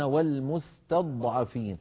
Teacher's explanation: المستضعفين فيها في وسطها ضاد ساكنة، هذه الضاد الساكنة كما نعلم الضاد حرف مستعل مطبق مفخم رخو، رخو يعني فيه مط قليلا، الحرف الرخو ممطوط الصوت قليلا لأن فيه جريان للصوت، والجريان